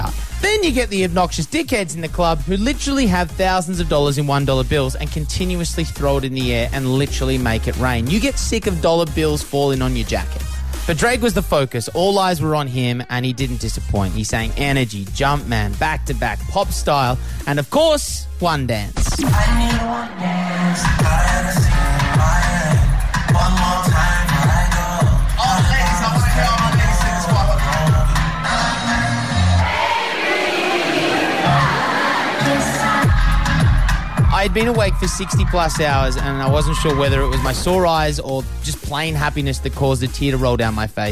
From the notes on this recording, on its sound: We're live from the 2016 Billboard Awards in Las Vegas!